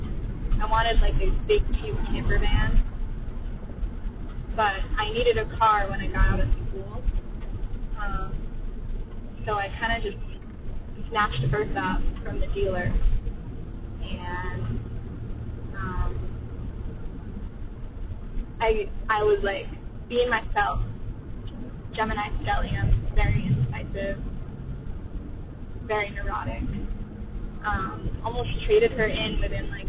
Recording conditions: poor sound quality